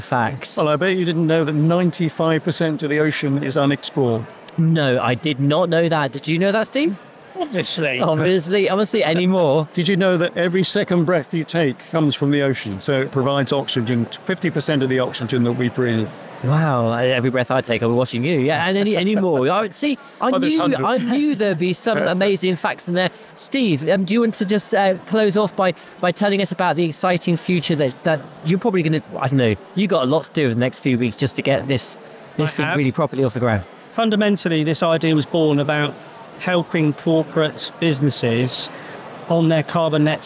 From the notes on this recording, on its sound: Recorded live at Devon Business Show.